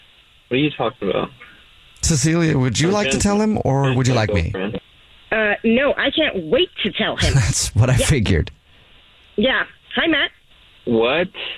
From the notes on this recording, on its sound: on the phone